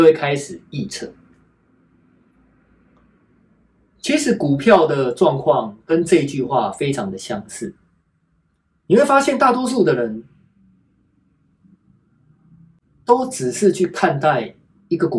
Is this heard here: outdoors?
no